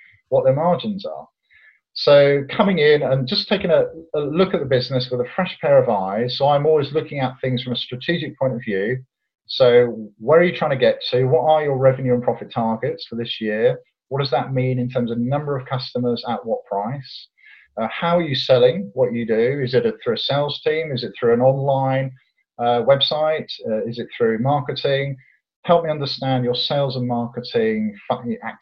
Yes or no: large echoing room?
no